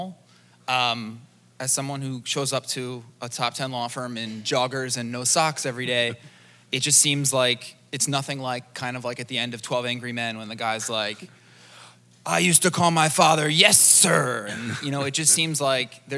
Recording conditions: live audience